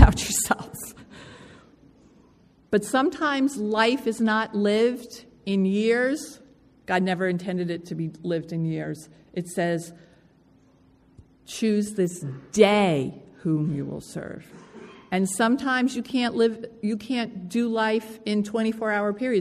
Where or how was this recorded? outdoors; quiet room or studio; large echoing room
large echoing room